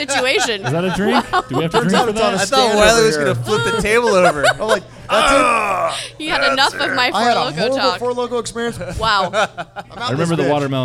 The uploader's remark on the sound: Recorded live at The Local!